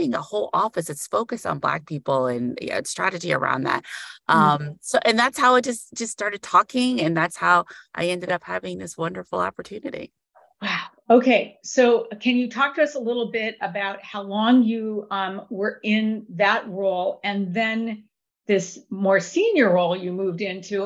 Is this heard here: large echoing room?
no